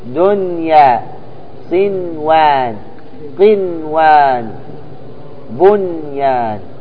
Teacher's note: نون واضحة مظهرة بدون غنة، بدون غنة